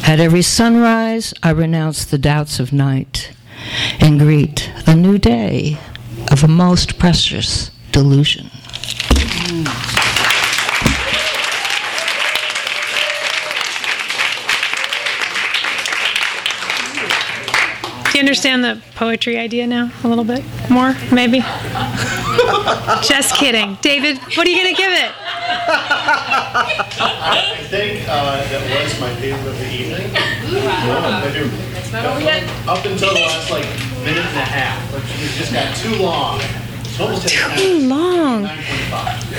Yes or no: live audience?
yes